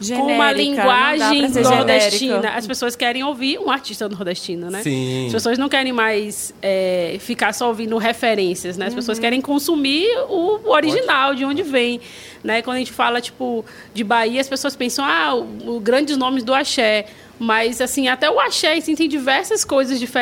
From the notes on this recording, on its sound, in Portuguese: Gravado ao vivo na Festa VHS!